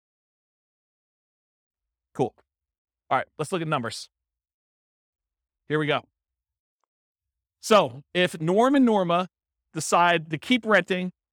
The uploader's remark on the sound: This was a live class recorded